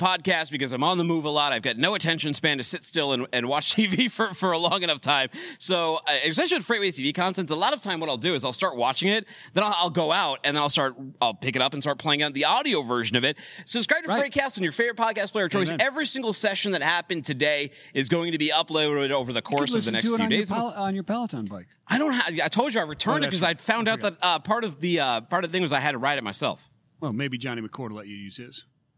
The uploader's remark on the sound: The LIVE desk sets from the 3PL Summit. Live from the main desk.